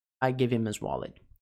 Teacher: não estou pronunciando o H de nenhuma das duas palavras. Him e his.